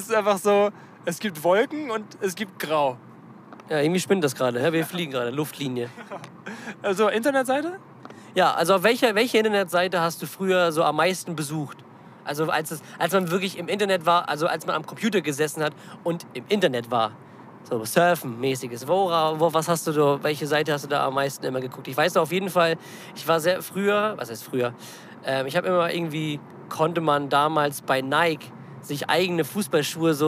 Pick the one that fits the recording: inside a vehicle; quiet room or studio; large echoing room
inside a vehicle